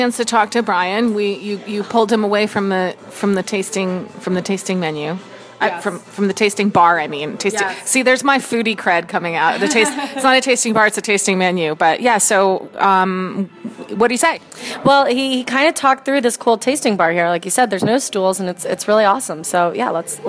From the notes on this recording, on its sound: Recording from Ambulance Brew House in Nanuet